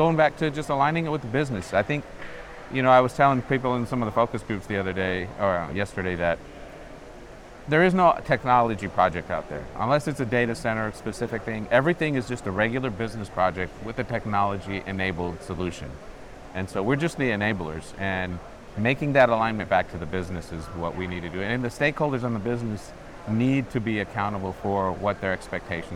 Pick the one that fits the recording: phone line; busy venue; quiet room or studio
busy venue